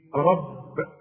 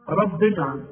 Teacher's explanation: إذا وقفت على هذه الكلمة تقول إيه؟ رب، وإذا وصلت هنكسرها